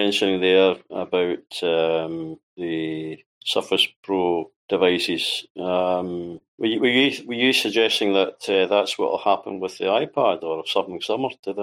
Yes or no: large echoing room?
no